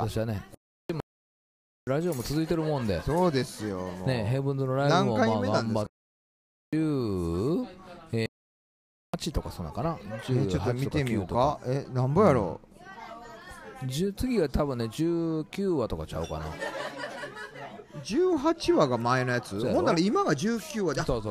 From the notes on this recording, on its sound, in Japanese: 今夜は四條畷はソウルキッチンにてクリスマスLIVEを終えてからの収録でした〜音声の乱れは有りますが会場の雰囲気もお楽しみくださいね！